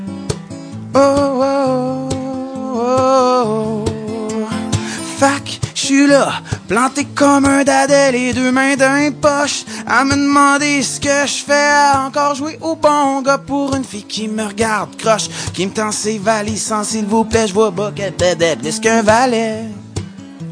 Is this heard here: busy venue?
yes